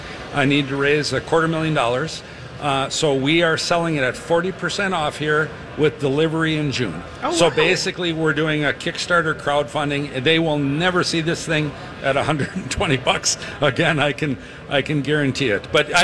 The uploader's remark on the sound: live from the Choice Bank Minnesota Golf Show!